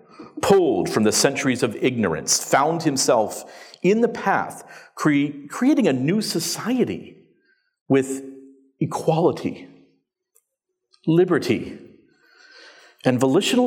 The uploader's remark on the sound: The opening presentation from the 2019 Sovereign Nations Conference, Speaking Truth to Social Justice, held in London, England.